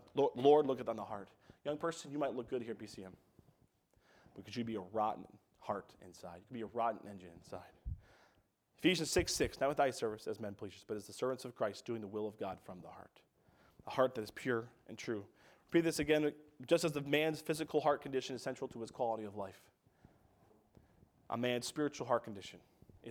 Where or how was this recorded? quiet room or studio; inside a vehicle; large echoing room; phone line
large echoing room